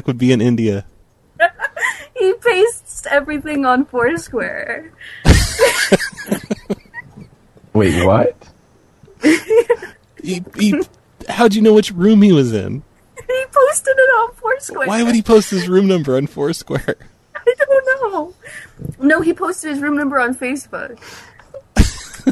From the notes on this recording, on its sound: …'s Personal Prank Phone Calls Collection.